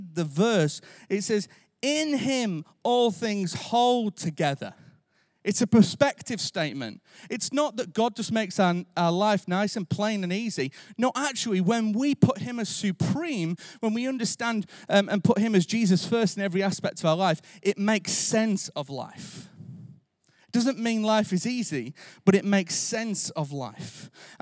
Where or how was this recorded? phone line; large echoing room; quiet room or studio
large echoing room